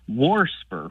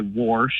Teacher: WARSPR with an extra R thrown in there, kind of like, you know, I hear a lot of old folks say WARSH and things like water, and so I hear that extra R get added occasionally. · Term: R insertion